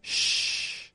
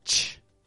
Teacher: So you see, the CH sound releases a quick burst of air through the teeth, whereas the SH sound is a little bit softer and stretches out more than the CH